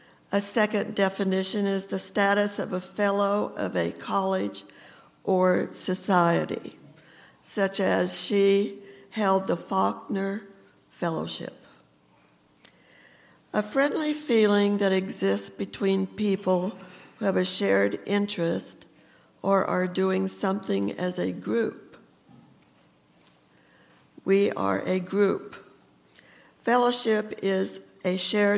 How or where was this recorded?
large echoing room